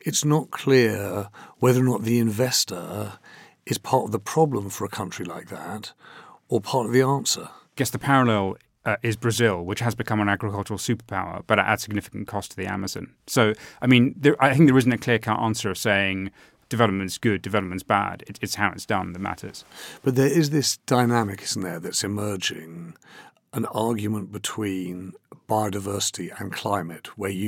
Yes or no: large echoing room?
no